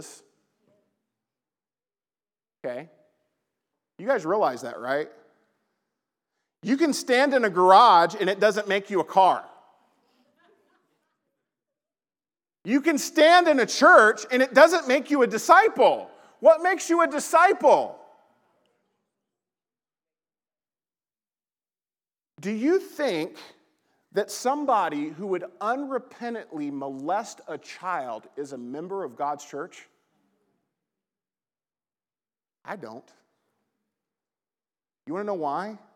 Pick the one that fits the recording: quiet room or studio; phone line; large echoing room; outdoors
large echoing room